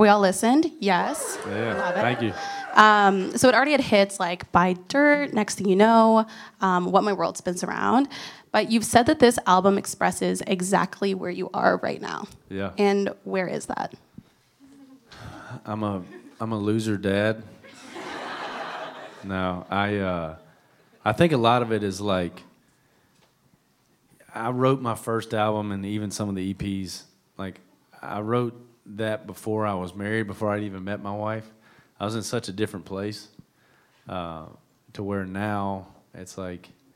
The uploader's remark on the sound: At a LIVE fan event. We were lucky enough to snag a recording of it to share with you.